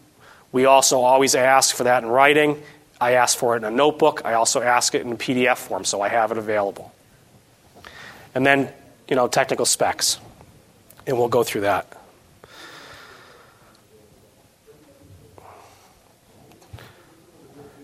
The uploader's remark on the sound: This edition of the SportsField Management Podcast is an excerpt from an STMA Conference presentation on the topic of smart irrigation.